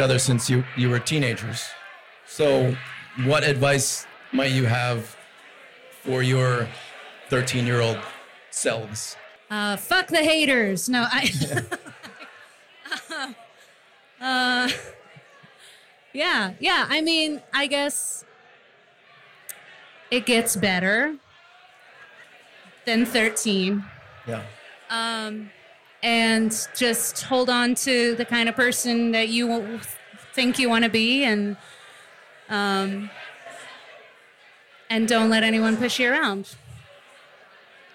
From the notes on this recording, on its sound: Recorded live at Number Thirty Eight in Denver.